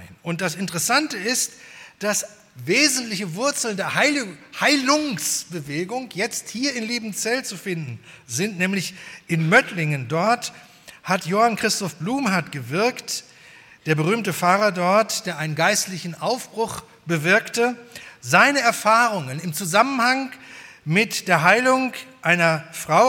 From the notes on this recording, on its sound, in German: bei der 120-Jahre-Feier der Liebenzeller Mission